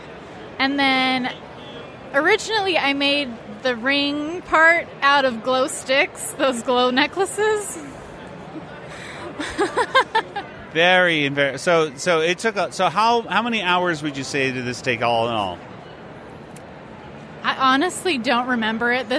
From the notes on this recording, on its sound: Panel at FanX in Salt Lake City. Q&A session. Interacting with fans.